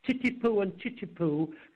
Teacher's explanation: Japanese are not very good at pronouncing ch's, they mix them up with t's